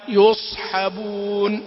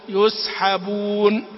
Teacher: نحافظ على استعلاء وإطباق الصاد كي لا تتحول إلى سين